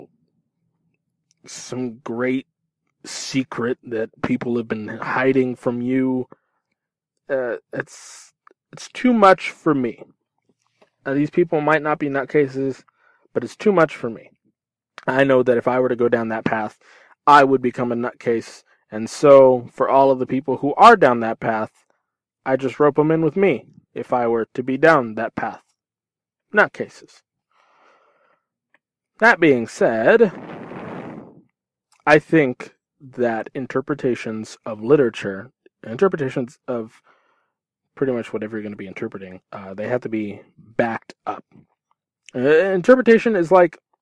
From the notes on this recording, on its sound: From my car, to your ears.